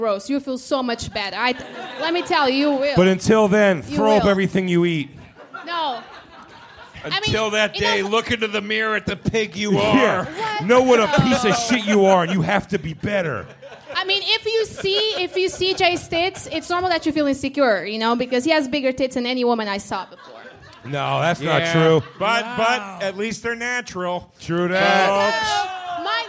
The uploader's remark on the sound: Live from The Stand in NYC. We return to The Stand Comedy Club in Manhattan for a riotously funny live panel in front of a sold-out crowd.